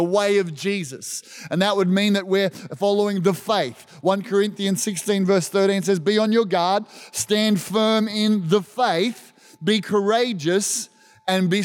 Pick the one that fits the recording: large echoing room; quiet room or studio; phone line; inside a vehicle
large echoing room